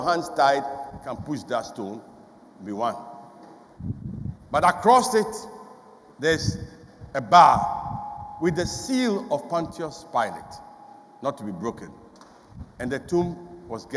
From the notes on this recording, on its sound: Sermon preached at CBC Shiashie Campus.